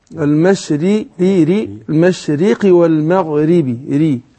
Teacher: وهنا في المشرق مرققة وفي المغرب مرققة